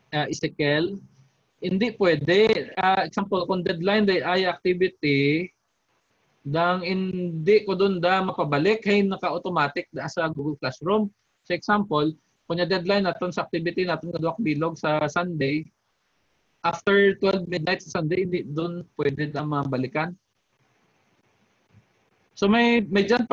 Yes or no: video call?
yes